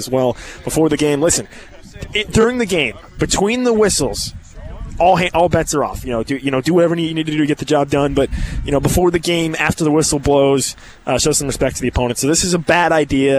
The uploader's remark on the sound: KU Tailgating Show at Big Mill. Live pregame show.